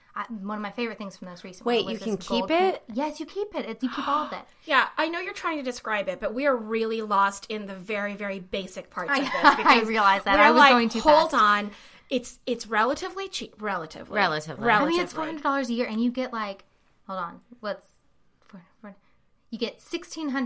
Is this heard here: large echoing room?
no